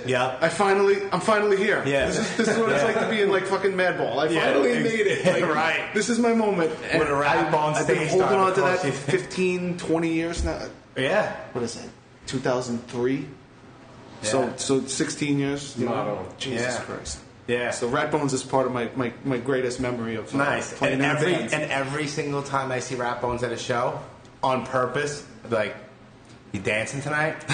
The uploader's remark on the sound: We met up in midtown Manhattan. After a couple places to record fell through, we settled into the upstairs portion of an Indian restaurant.